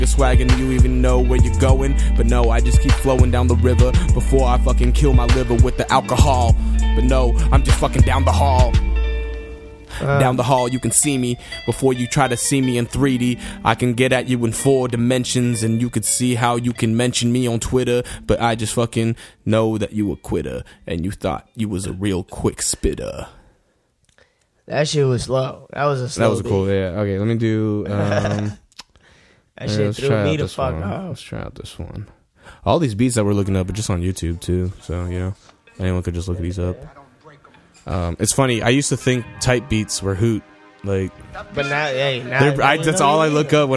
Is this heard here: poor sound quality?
no